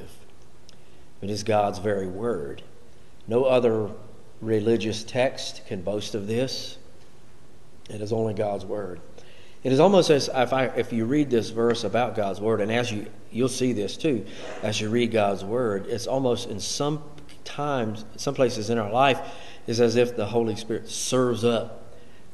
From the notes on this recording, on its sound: Recorded during Wednesday night Bible Study.